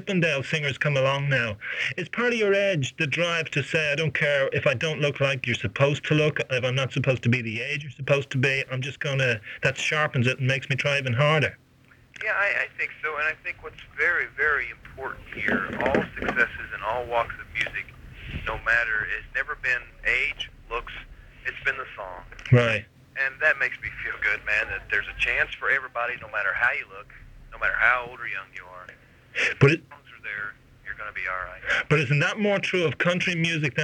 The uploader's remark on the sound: This is a phone interview we did for The Irish Times.